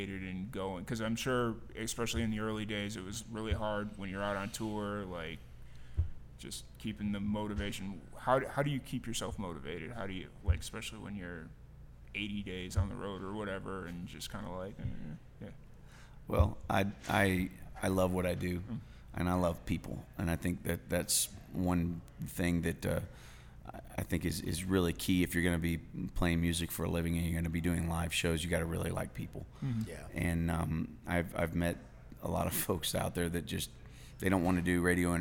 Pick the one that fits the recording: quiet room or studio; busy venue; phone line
busy venue